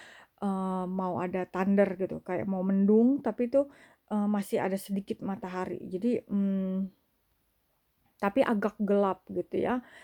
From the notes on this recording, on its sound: my voice in this recording is probably too low.